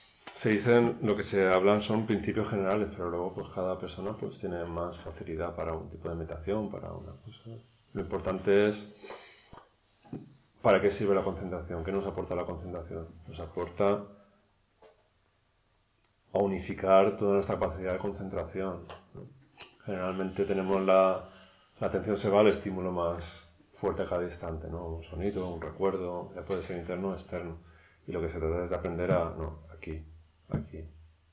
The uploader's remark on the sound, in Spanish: La grabación de dos sesiones de enseñanza realizadas durante el pasado retiro de invierno en el templo Luz Serena. La última sesión no se pudo grabar por problemas técnicos.